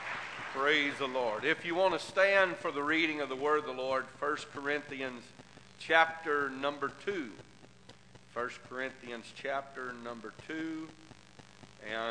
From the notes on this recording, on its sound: This message is broadcast live from First Pentecostal Church in Silsbee Texas